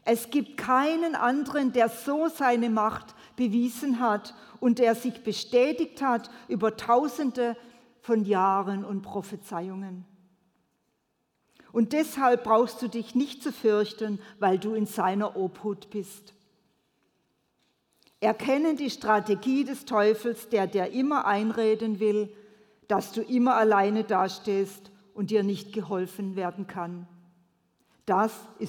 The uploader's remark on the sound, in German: predigt im Missionswerk Karlsruhe